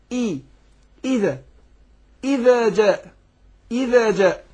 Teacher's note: الهمزة بتخرج من أقصى الحلق